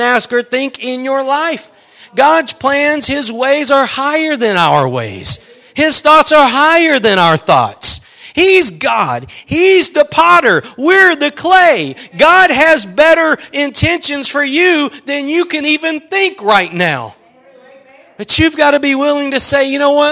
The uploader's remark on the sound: Preached at Gospel Lighthouse in Bossier City, La.